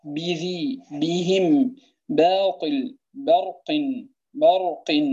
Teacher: لابد أن يكون شديدا مجهورا هذه الباء